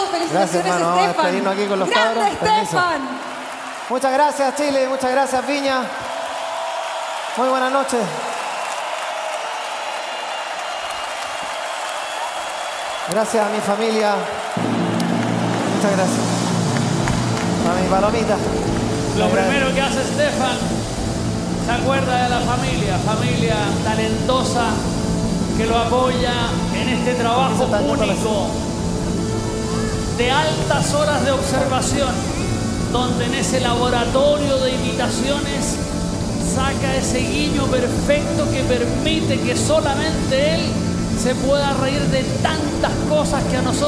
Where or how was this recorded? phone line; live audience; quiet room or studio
live audience